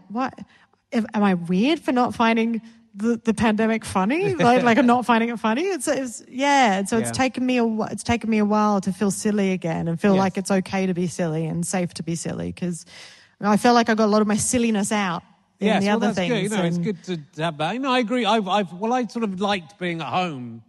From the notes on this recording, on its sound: A rare live Book Club coming to you from Tunbridge Wells